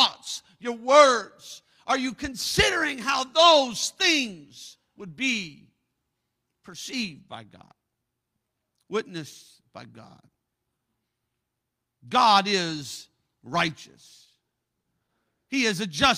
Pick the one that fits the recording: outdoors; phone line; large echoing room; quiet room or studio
large echoing room